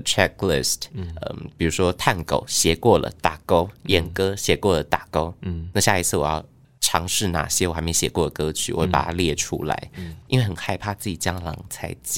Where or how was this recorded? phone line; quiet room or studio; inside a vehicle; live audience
quiet room or studio